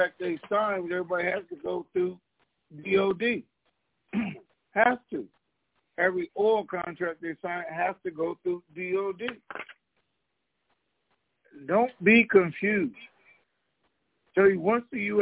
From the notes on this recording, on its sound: TNTSuperfantastic Conference Call